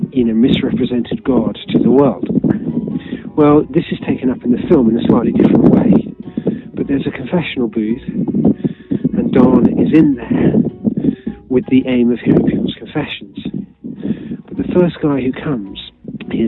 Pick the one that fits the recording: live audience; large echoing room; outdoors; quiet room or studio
outdoors